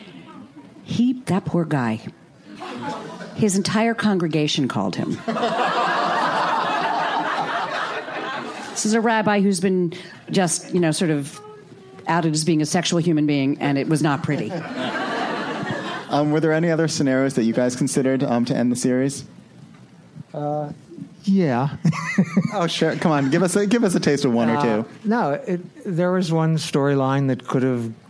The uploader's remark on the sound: “Final Finale” panel from ATX Television Festival. Recorded at ATX Television Fest in June 2015.